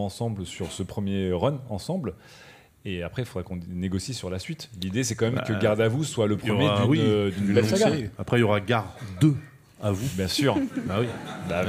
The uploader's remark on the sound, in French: Enregistré en public à la BPI à Paris. Diffusé en direct sur Twitch et retransmis ici en podcast.